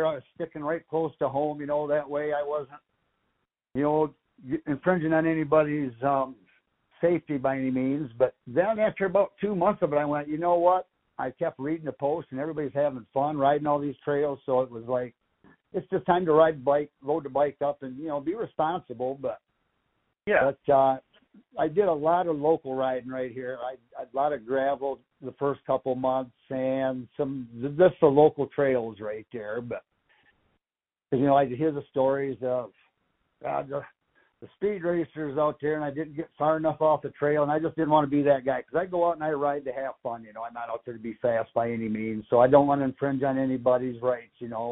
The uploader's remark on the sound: a phone conversation